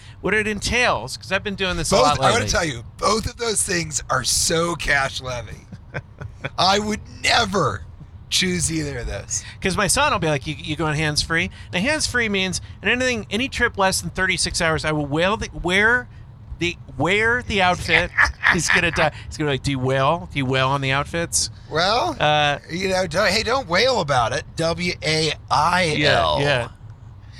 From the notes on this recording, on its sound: Flying Naked: A Montana Holiday Roadtrip Special. Recorded while driving through Montana.